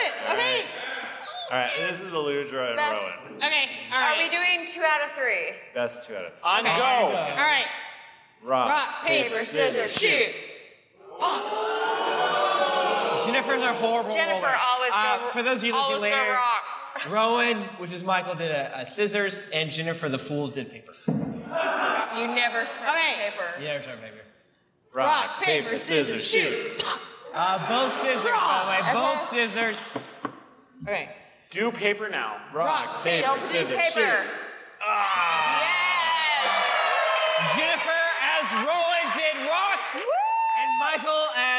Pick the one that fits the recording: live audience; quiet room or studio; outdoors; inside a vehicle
live audience